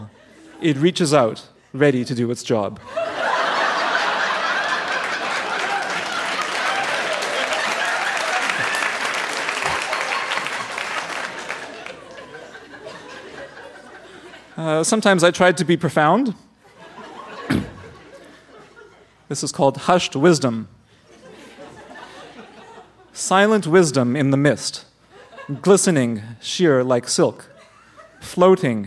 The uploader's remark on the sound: Recorded live at the Park Theatre in Winnipeg.